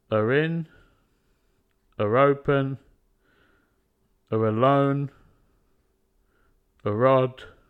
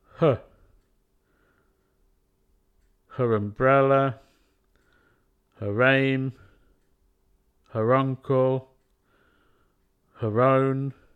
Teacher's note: Function words. Weak forms. The whole word is a schwa.